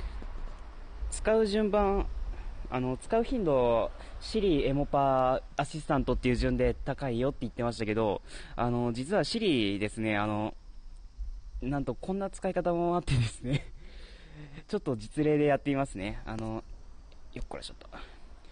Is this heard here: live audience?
no